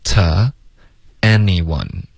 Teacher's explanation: to,他发的是一个弱读，他没有嘟嘴发 to,而弱读为 to, OK,所以没嘟嘴 to anyone,所以整个句子就是 it could happen to anyone, it could happen to anyone.